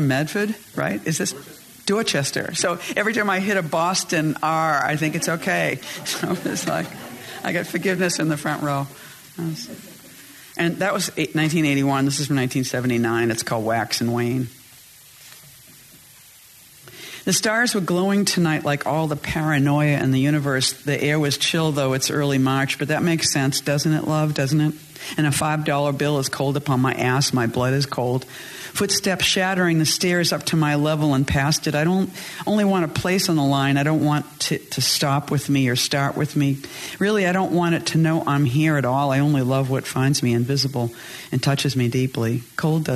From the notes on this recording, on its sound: Reading her poetry to a live audience at the Chicago Humanities Festival.